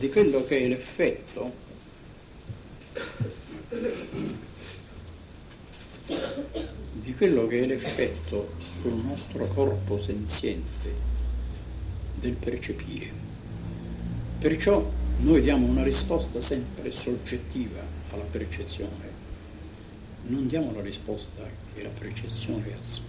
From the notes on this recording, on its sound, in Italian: Questa serie di registrazioni, anche se imperfetta e incompleta